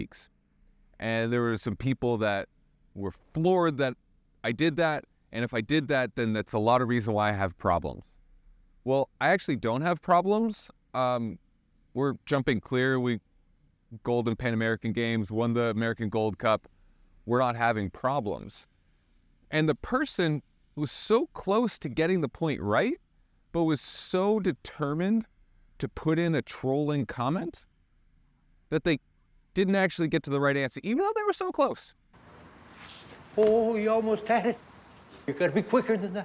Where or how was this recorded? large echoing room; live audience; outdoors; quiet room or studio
outdoors